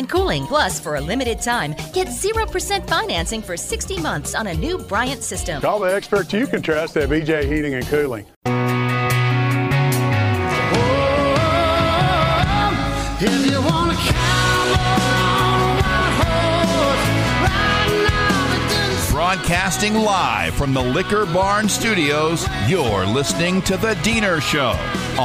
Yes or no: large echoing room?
no